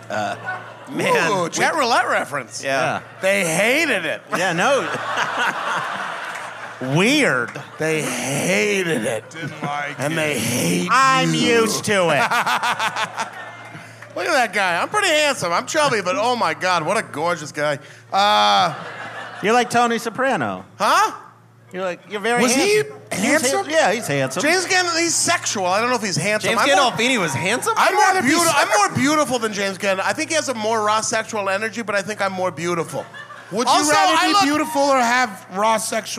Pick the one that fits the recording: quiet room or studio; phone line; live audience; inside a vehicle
live audience